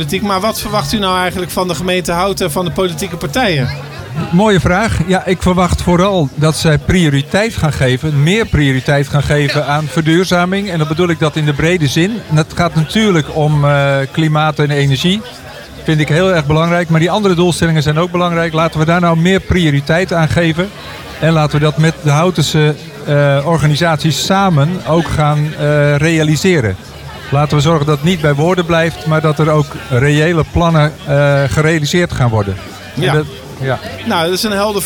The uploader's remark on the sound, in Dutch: Live vanaf de activiteitenmarkt in Houten